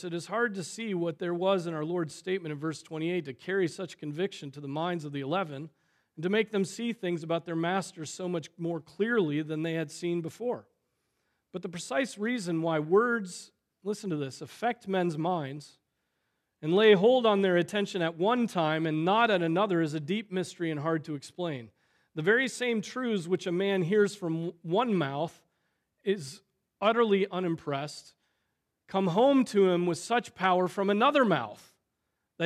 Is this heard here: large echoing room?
yes